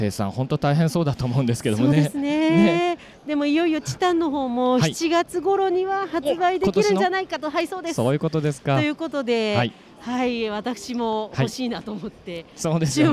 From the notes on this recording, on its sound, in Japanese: サイクルモードTOKYO2023特集。初の突撃ブース訪問 音で楽しむサイクルモード。収録地：東京ビッグサイト サイクルモード東京2023 会場内。